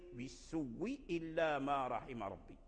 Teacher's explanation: أبدل الهمزة، همزة السوء الأصلية، أبدلها واو، لأن قبلها واو وقبلها ضمة